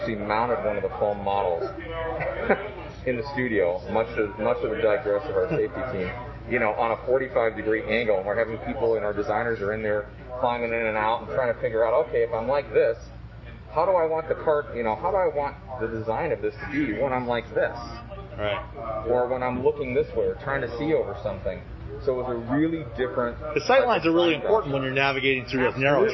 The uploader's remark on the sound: Sorry about the audio quality, we were outside and all wearing masks